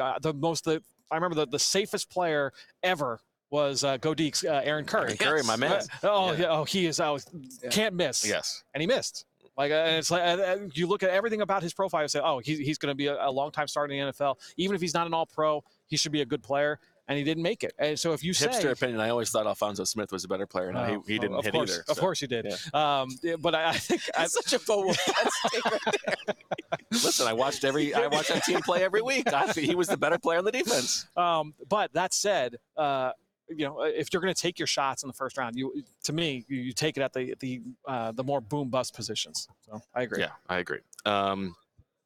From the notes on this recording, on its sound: Live from Indianapolis for the NFL Scouting Combine